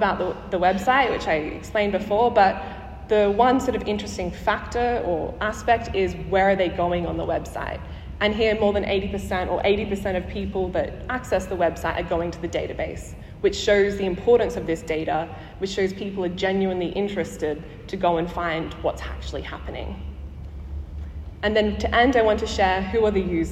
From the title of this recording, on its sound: Live from the 2023 Chief Coroner's Conference